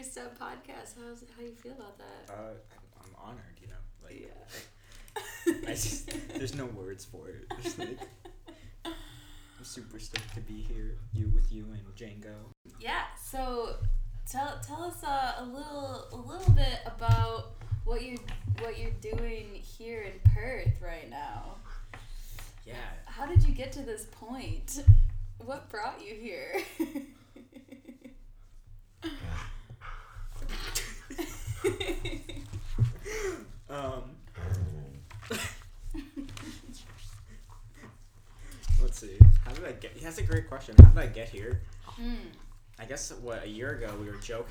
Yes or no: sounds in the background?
yes